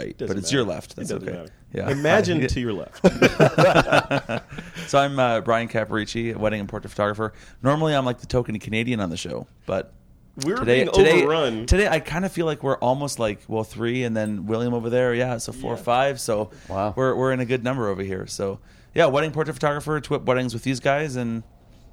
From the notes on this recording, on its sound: A TWiP gathering at the WPPI conference